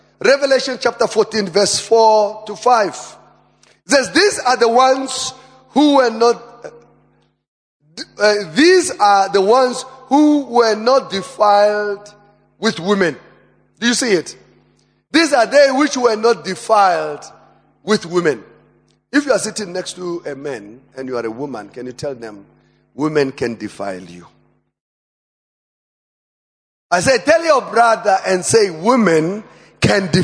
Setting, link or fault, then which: setting, large echoing room